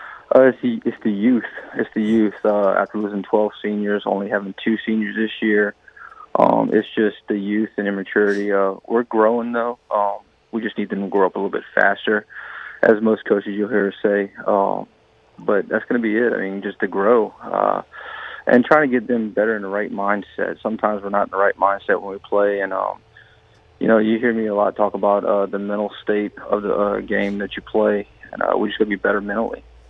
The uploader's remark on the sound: we go to the phones